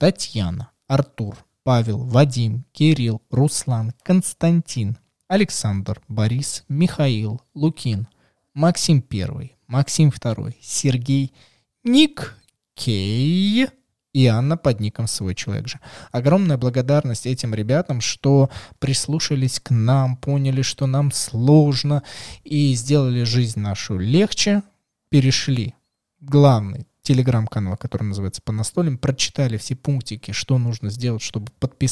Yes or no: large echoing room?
no